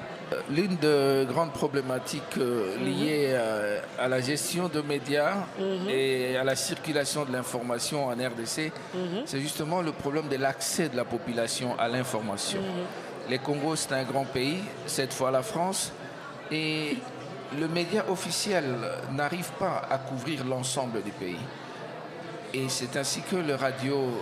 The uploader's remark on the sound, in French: la matinale a enregistré une émission spéciale depuis les couloirs de l'UNESCO